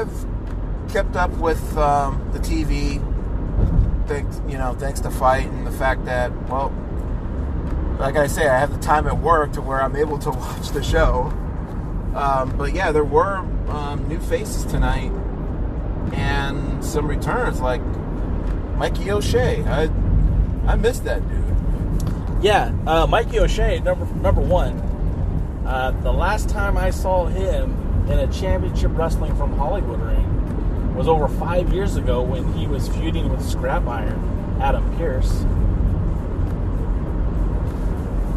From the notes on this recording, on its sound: The Ride Home from CWFH. You sitting in the back seat listening as two big wrestling fans share their passion.